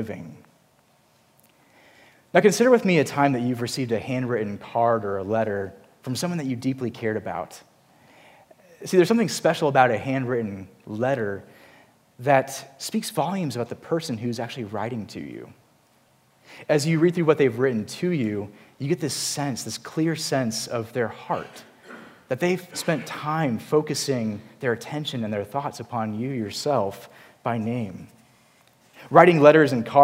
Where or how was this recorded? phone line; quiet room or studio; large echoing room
large echoing room